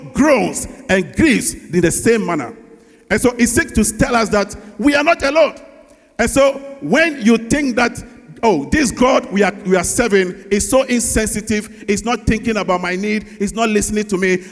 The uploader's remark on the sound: Sermon preached at CBC Shiashie Campus